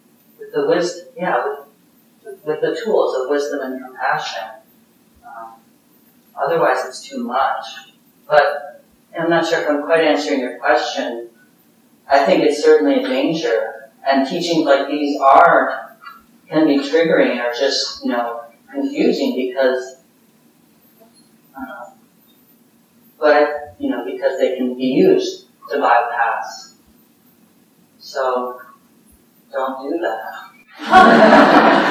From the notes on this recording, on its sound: (Common Ground Meditation Center) Note: Poor Audio Quality.